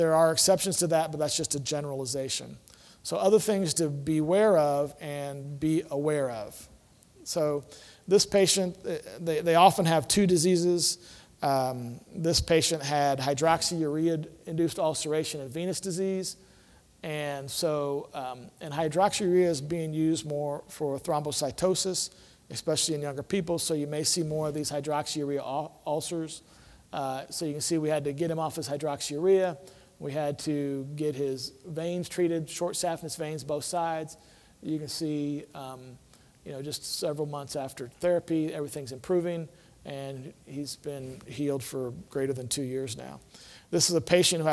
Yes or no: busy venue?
yes